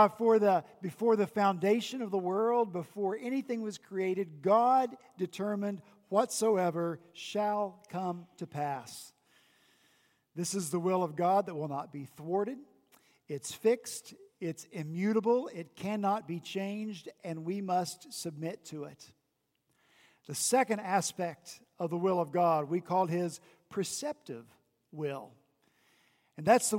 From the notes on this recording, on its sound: At Redeemer Presbyterian Church in Charleston, SC